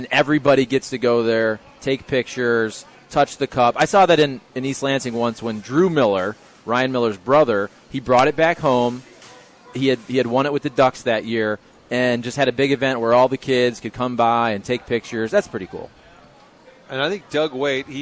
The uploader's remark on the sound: Broadcasting live from Schnucks off S. Grand.